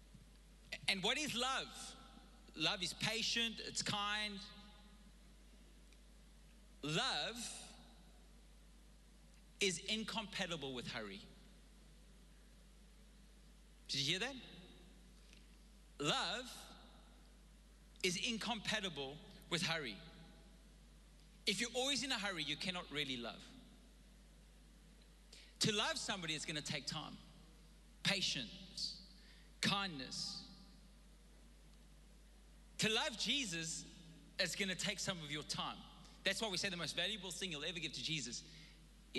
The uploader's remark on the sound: Recorded live on Sunday the 31st October 2021